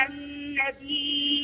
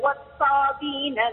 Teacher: همزت كلمة النبيين ولم تهمز كلمة الصابئين، هكذا رواية ورش قراءة نافع بتمامه والصابين منامن بالله.